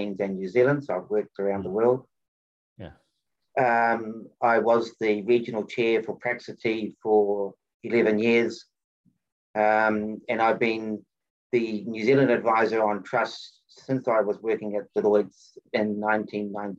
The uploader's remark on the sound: For those joining us on Zoom.